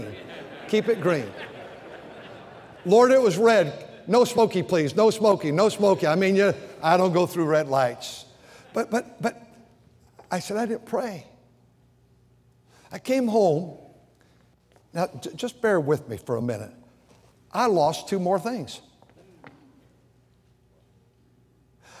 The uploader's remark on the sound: during the Sunday Morning service of the 38th Annual National Pastors' & Workers' Conference in Santa Clara, California